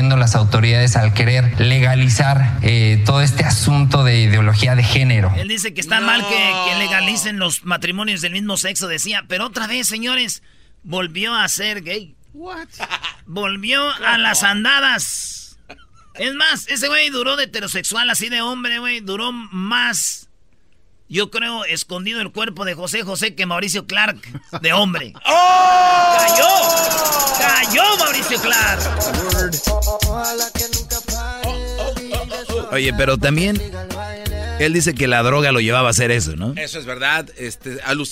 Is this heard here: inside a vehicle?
no